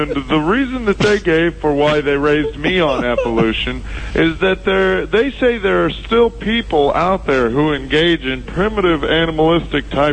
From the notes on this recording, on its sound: Prank Phone Calls